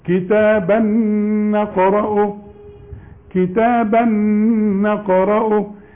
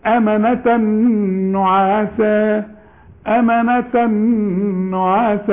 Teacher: التنوين اللي بعد نون ادغام كامل بغنة